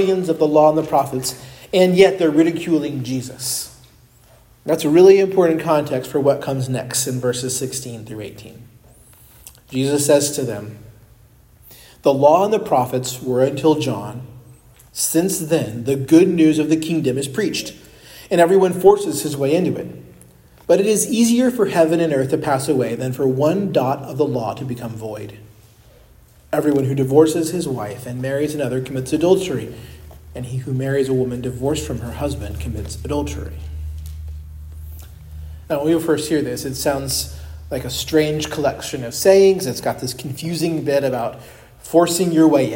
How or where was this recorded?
large echoing room